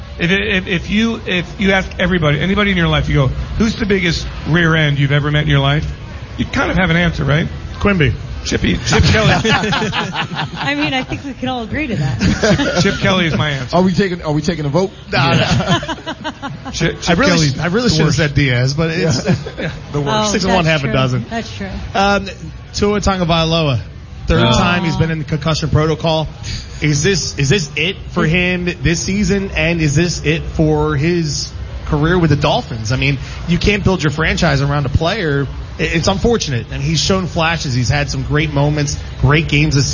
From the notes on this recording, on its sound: The guys from Green Legion Radio broadcast LIVE from Live! Casino.